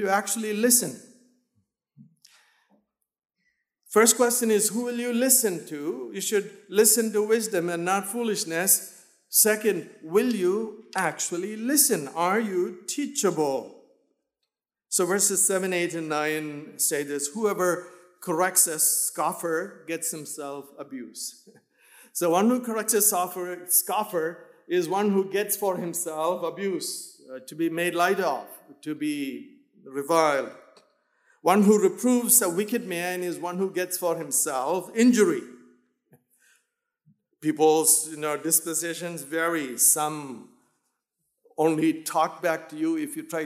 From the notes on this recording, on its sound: in Emmaus chapel